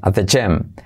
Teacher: la T de at cae. at the gym.